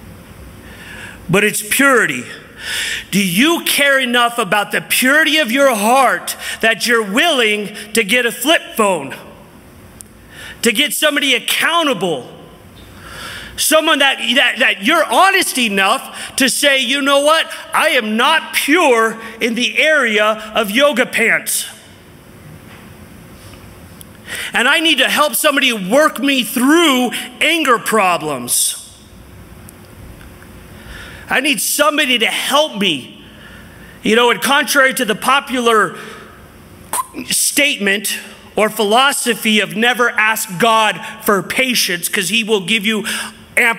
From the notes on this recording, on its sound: from the 2023 Southwest Men's Conference